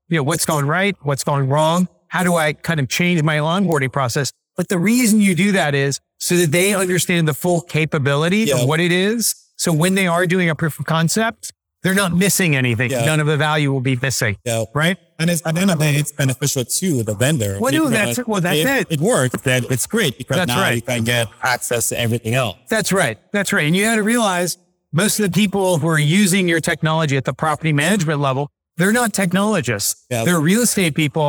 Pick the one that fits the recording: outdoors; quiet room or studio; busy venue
busy venue